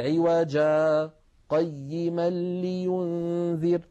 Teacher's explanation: زمن هذا السكت قدره علماؤنا بأنه دون زمن التنفس